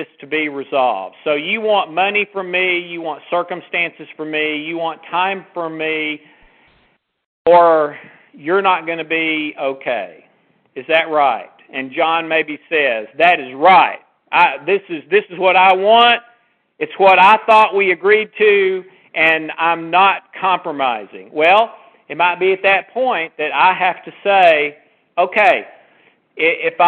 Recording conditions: phone line